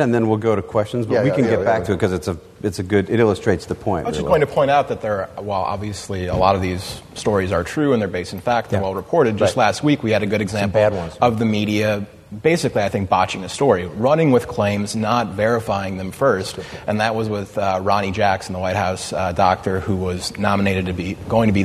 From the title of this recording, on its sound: Live From the TWS Midwest Conservative Summit!